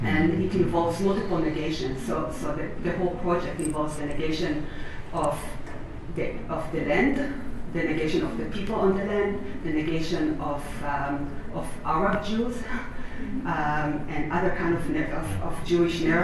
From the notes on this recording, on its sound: This unique episode includes recordings from a special session on Palestinian Christianity at the American Academy of Religion (AAR) 2023 Annual Meeting.